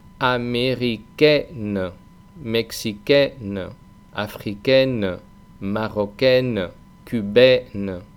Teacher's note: Es una simple e española abierta, una e, más una n.